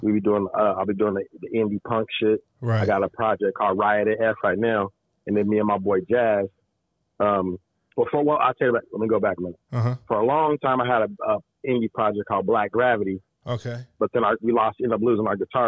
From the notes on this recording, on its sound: we get on the phone long distance to NYC